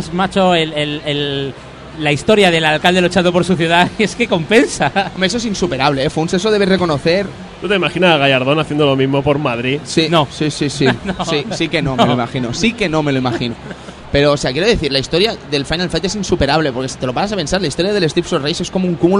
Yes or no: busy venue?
yes